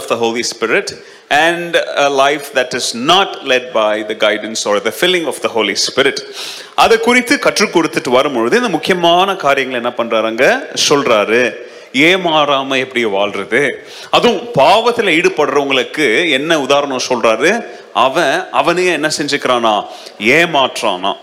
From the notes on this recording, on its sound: Sunday Second Service Sermon Live